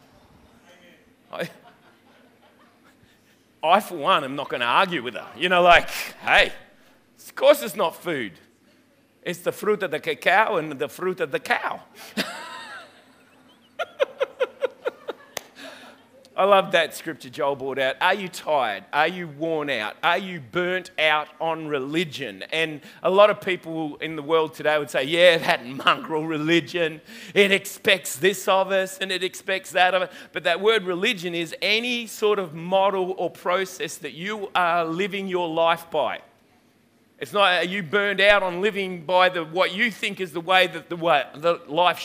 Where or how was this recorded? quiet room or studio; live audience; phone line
live audience